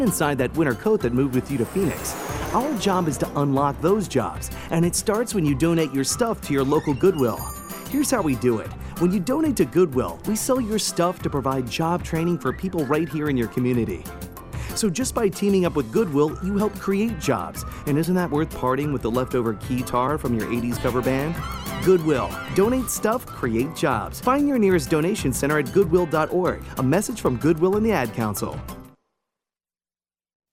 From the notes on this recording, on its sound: AOA was on location today at the NCBA convention in Houston, broadcasting from the Christian Hansen booth.